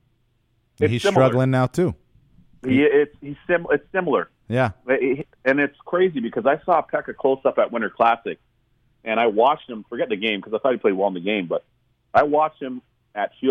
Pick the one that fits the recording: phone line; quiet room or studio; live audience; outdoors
phone line